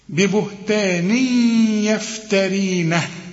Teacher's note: عندك كسرتين وبعد الكسرتين حرف الياء، والياء من حرف الإدغام، هنا في غنة